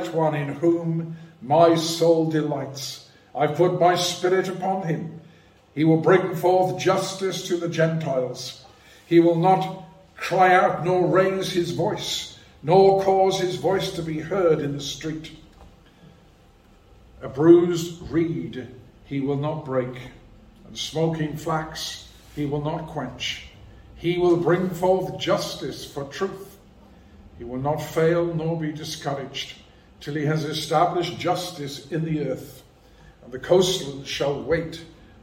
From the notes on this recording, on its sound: A sermon preached at Rock of Ages Evangelical Church